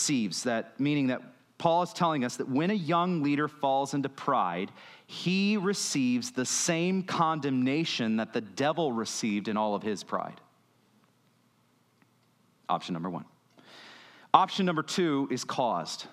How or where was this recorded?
large echoing room